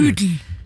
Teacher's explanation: det vil bli ikke uddel, men udel med lang U